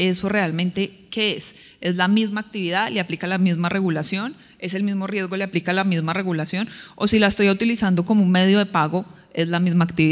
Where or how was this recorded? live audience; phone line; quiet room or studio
live audience